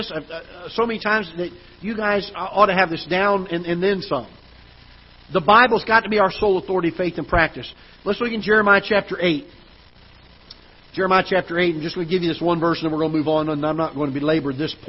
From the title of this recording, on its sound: Ketha Heights Baptist Church ~ Live Broadcast